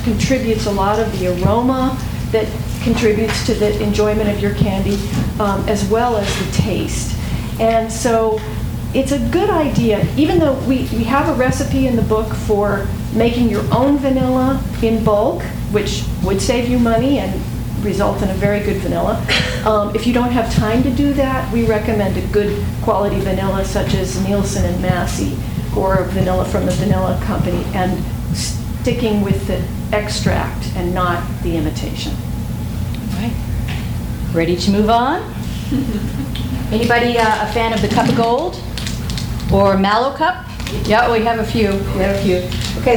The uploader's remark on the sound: THIS EVENT WAS RECORDED LIVE AT SKYLIGHT BOOKS.